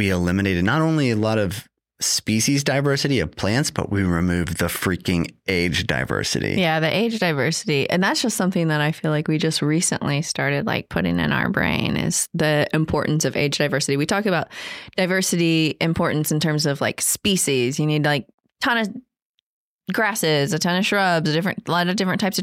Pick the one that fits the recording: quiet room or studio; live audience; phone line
quiet room or studio